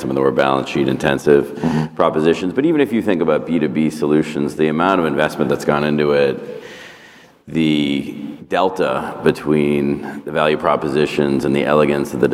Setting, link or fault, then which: setting, busy venue